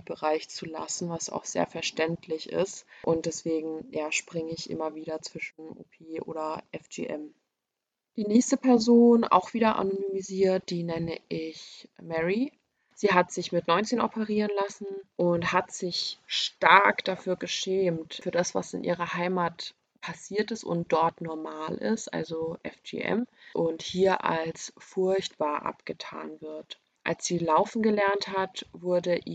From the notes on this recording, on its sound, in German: Leider ist unsere Audioqualität nicht so gut.